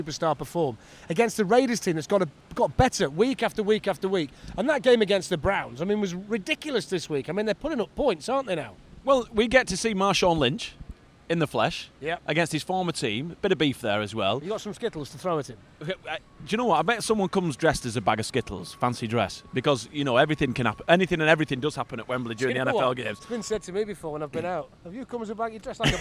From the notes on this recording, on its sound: Live from Wembley. The Fumble is being recorded right outside Wembley Stadium, right where the NFL tailgate will be next week and fans are filing past to go and watch Spurs v Barcelona in the Champions League.